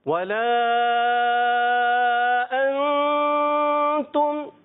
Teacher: حرف مدہ کے بعد حمزہ دوسرے کلمے میں ٹھیک ہے اس کو کھینچیں گے · Term: مد منفصل